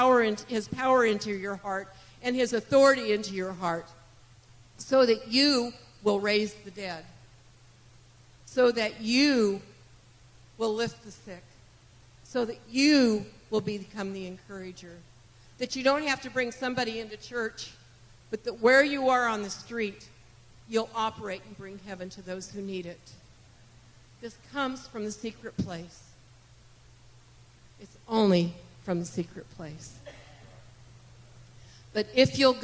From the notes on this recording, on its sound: This message was recorded on May 28, 2023, at Gateway Church in Richmond, Indiana